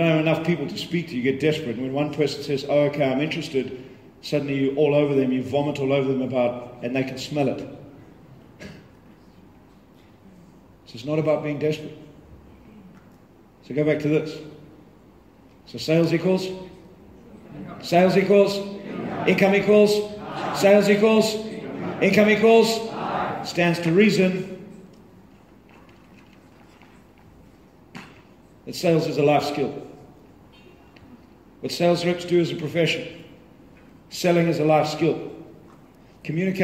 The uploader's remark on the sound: This is a live recording. At The Real Entrepreneur event.